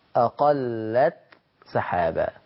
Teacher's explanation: يعني ما ينفعش ان انا وانا بقرأ حتى اذا اقل السحابة كده انا اضغمت التاء في السين. وفي الحقيقة التاء تظهر عند السين